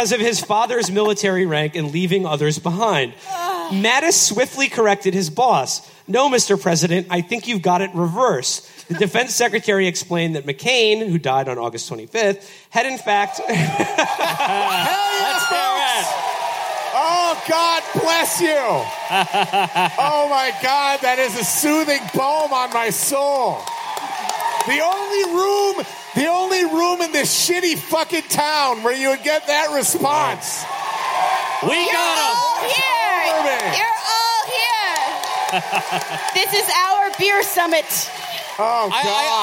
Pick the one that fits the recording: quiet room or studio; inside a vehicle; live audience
live audience